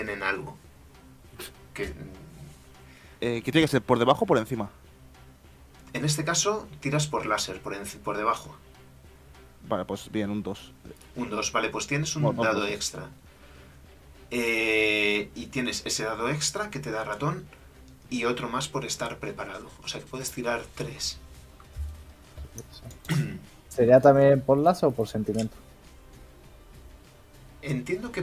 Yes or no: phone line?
no